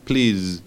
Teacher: es más como si nos tragáramos la S, es decir, z. Con lo cual es please, ¿ok?